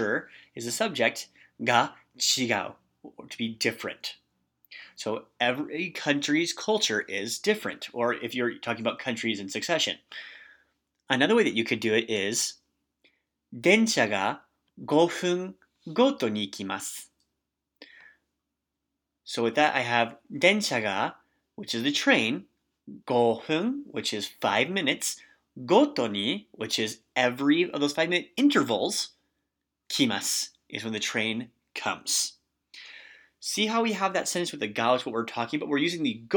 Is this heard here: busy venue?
no